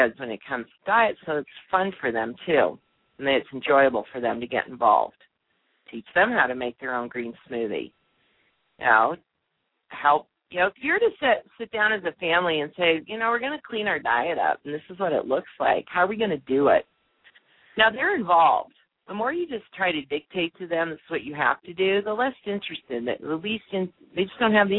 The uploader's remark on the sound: opens the lines to answer live questions